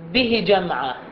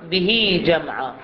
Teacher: فلأن الهاء بين متحركين فهنا يستوجب إشباع الحركة · Shown in: second take